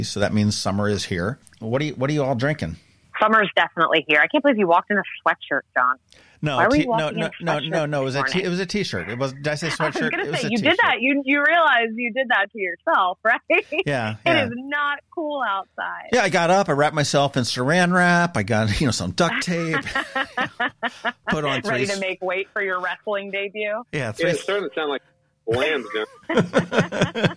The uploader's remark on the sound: We hopped on the phone with the fine folks at Katcef Brothers